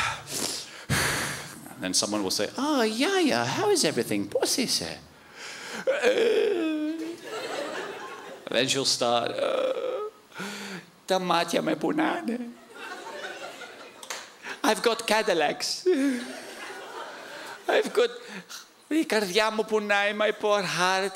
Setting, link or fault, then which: setting, live audience